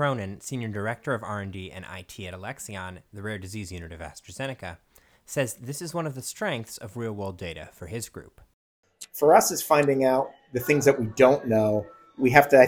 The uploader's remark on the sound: the PharmStars presentation last month at the Boston Seaport, with interviews conducted at the event